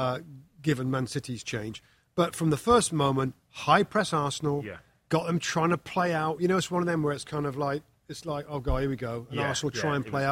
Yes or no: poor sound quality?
no